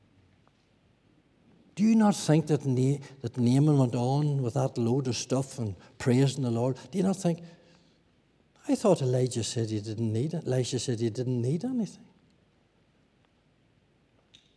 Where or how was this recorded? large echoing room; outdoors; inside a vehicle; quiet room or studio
large echoing room